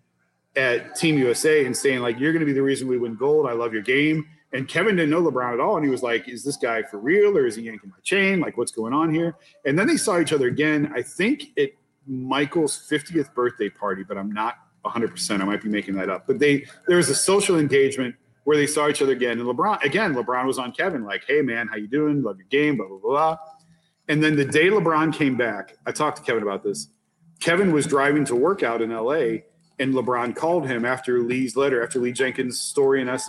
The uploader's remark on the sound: Live from Forrest City Brewery